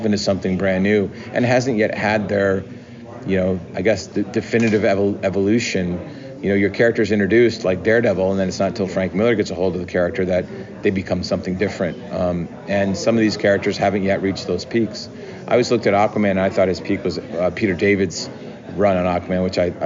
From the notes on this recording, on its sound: comes to you straight from New York Comic Con 2023